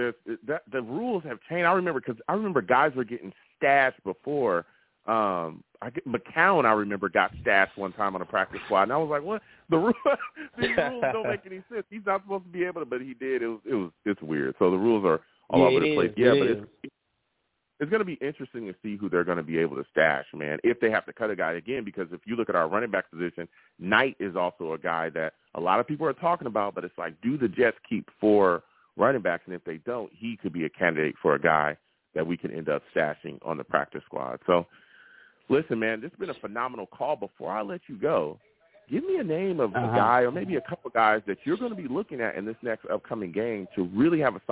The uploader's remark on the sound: I will also take live callers!